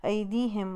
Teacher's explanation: یا لین آ گیا یہاں پہ ای کی ساؤنڈ میں آئے گا